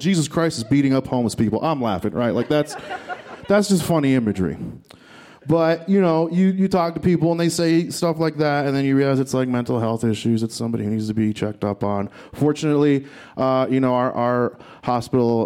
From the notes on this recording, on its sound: This story was recorded live at Buntport Theater